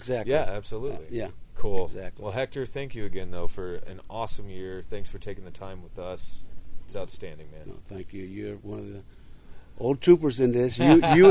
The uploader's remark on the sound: Tales From The Conference. Interview different speakers from the KC Paranormal Conference!